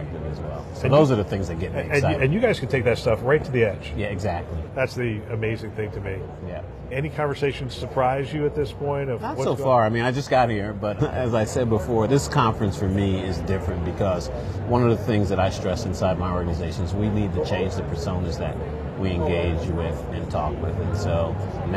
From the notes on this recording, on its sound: an Interview in Action live from ViVe 2023